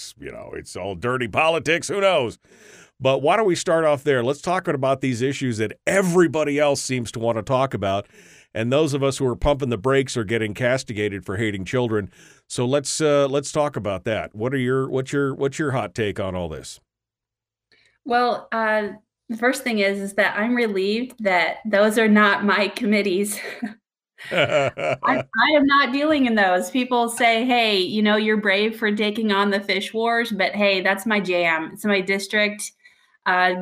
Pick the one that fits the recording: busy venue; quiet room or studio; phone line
quiet room or studio